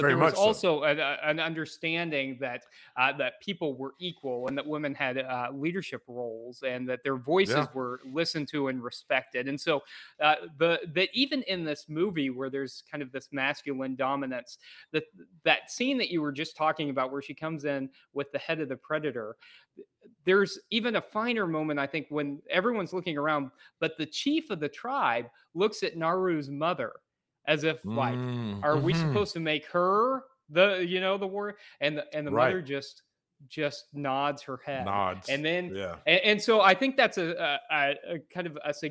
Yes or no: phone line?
no